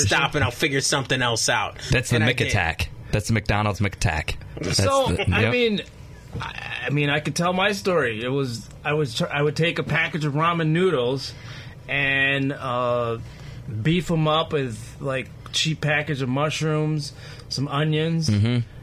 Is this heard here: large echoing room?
no